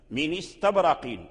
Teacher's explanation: فورش يحرك النون من استبرقين بالكسر ويحذف الهمزة من استبرقين · Term: النقل